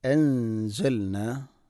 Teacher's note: ഇഖ്ഫാന്റെ അക്ഷരമാണ് സായി. ഇവിടെ അവ്യക്തമാക്കിക്കൊണ്ട് മണിക്കണം